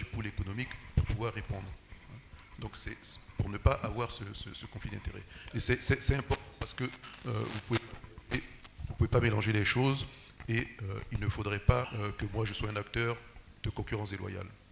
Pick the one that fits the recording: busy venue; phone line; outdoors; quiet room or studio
busy venue